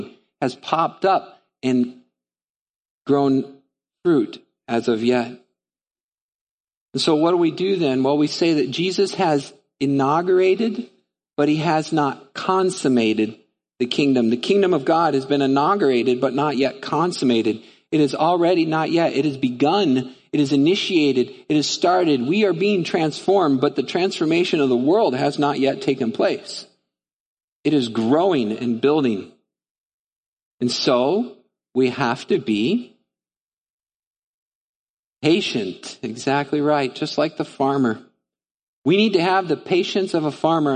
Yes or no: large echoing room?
yes